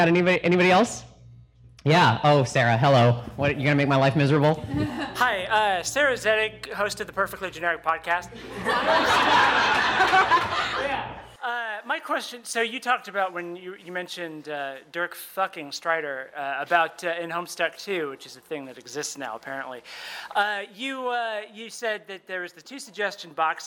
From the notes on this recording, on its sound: Live in Chapel Hill. In front of a great crowd at The Pit in Chapel Hill, North Carolina.